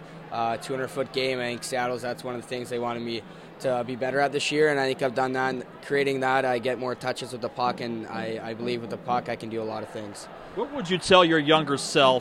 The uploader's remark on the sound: 1st intermission conversation